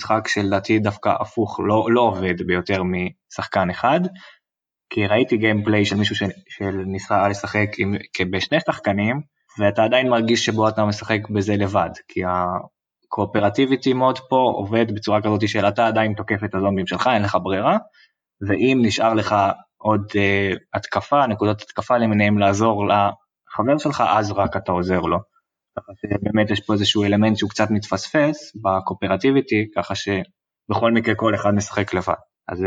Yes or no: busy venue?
no